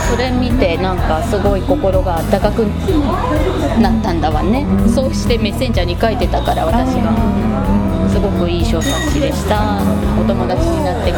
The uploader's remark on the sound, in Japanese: ガストのにぎやかな店内で。対談収録しました。